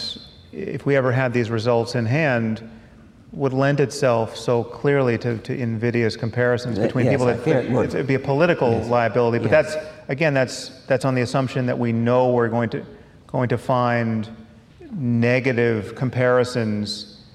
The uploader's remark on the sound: at a live event in Los Angeles